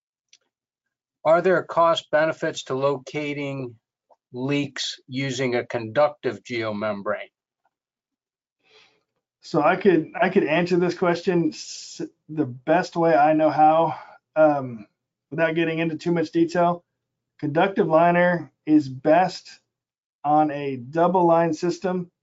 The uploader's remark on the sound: This is an audio version of the FGI webinar.